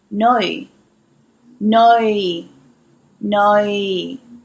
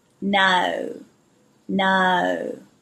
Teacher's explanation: the difference between an Adelaide no and a Sydney no is Sydney's a little bit wider. They go out, then in.